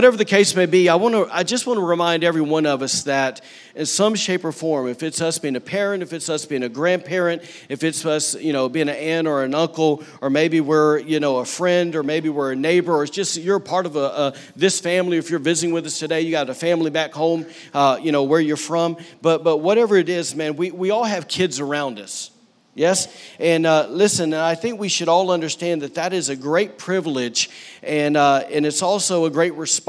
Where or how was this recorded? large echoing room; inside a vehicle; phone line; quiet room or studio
large echoing room